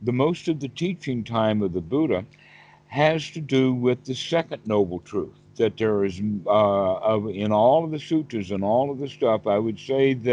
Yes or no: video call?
yes